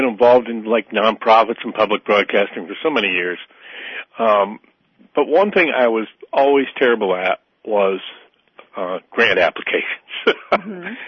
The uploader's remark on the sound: Joining us today on the phone